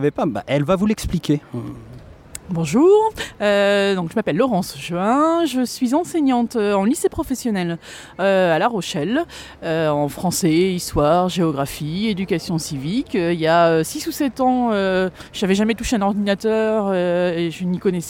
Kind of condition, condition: setting, outdoors